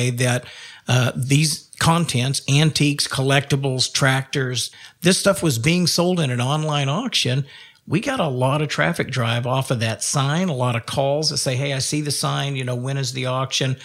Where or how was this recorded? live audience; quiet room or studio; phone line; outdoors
quiet room or studio